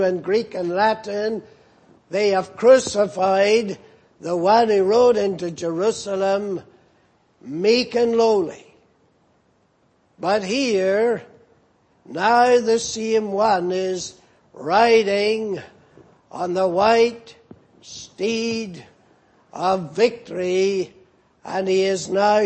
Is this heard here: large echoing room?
yes